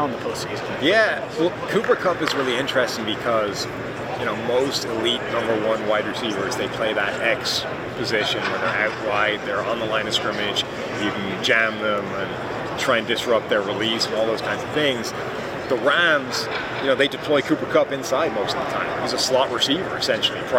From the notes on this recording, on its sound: Big Game Week live from Radio Row.